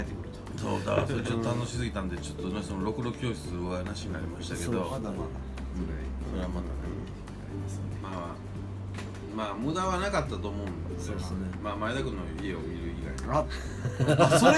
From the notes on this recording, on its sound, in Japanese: 神戸、SPACE DOG!RECORD(お店)より。